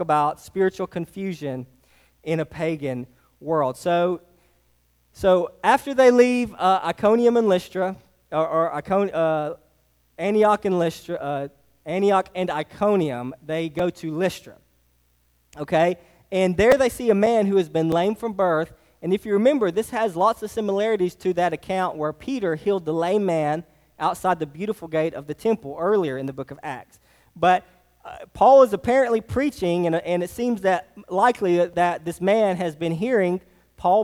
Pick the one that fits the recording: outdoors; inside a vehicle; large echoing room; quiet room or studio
large echoing room